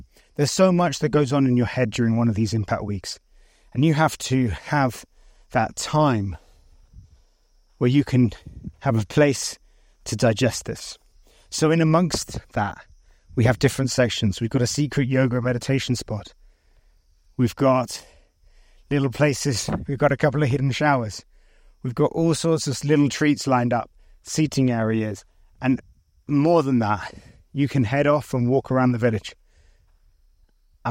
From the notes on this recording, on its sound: Broadcast live from the picturesque Batase village in the Sindhupalchowk region of Nepal. Sharing insights and sounds straight from the heart of the village.